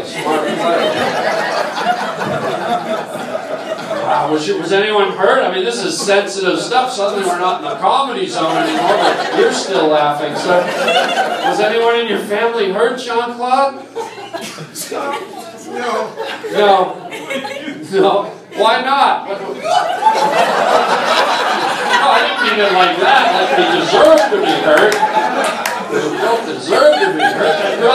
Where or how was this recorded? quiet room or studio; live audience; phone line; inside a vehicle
live audience